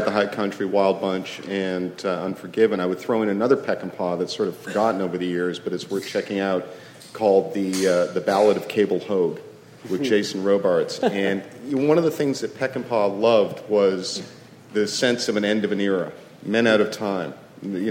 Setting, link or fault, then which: setting, busy venue